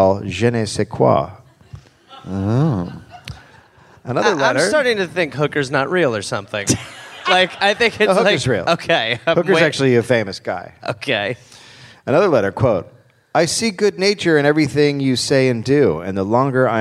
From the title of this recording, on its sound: Live in Brisbane